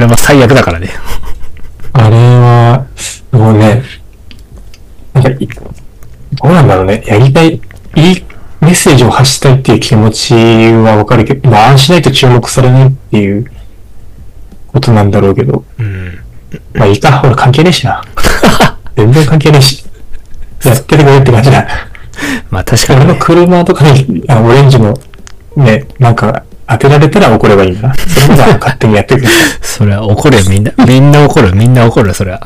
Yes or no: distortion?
yes